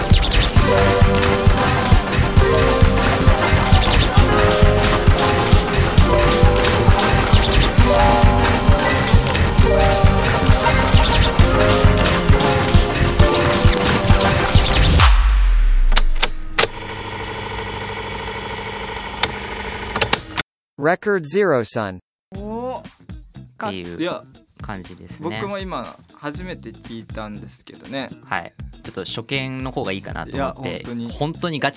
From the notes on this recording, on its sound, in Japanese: 舞台はレコードの街・下北沢。レコードショップを巡りながら、下北沢の街を歩きつつ環境音やレコードに関する音を収録してきました。